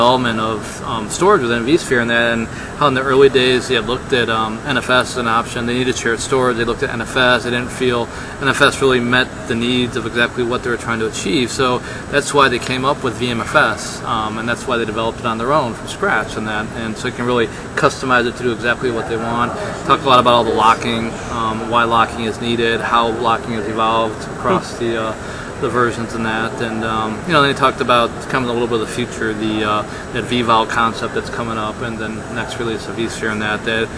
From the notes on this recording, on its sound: Live from the Charlotte VMware User Group. Record LIVE from the Charlotte, NC regional VMware user group meeting (VMUG). This was no ordinary VMUG with 700+ attendees, live labs, and expert speakers.